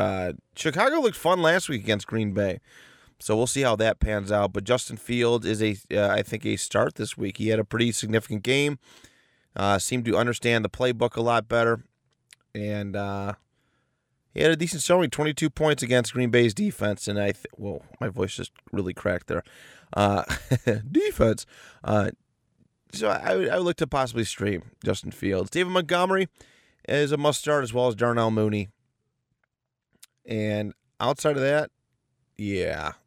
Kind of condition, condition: setting, inside a vehicle